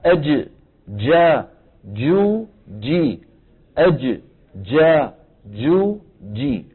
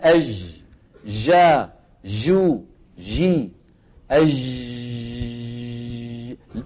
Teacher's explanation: الجيم الفصيحة محبوسة الصوت أيها الإخوة · Shown in: first take · عند نطق الجيم الفصيحة من حيث المكان وسط اللسان، من حيث الصفة انحباس الصوت.